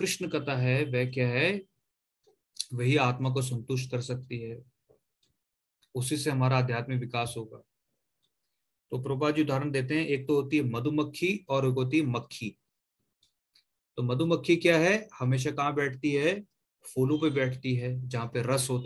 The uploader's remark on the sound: Zoom recorded class